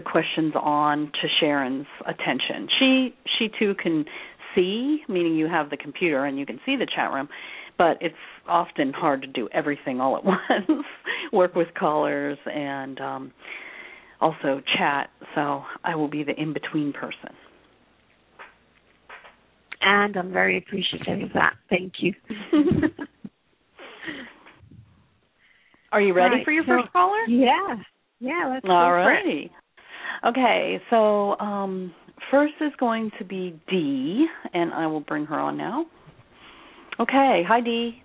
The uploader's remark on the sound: Takes your calls for healing live today!